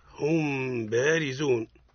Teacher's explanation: الحكم الثاني هو الإخفاء مع الغنة عند حرف الباء